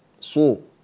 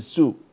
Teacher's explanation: زد تفخيم الصاد، صو، لا تقول سو كأنها سين · Shown in: first take